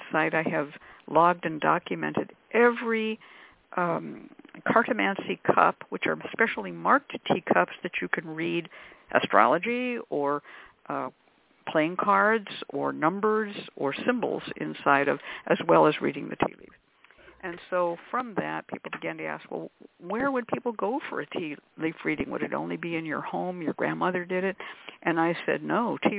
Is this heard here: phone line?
yes